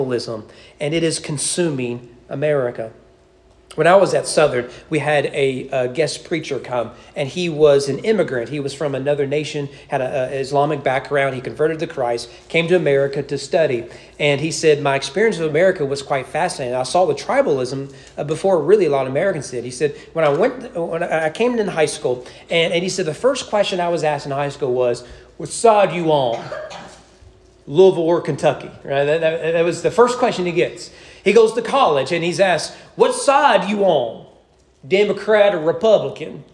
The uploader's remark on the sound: Sermon preached at East Frankfort Baptist Church on January 7, 2024 during morning worship.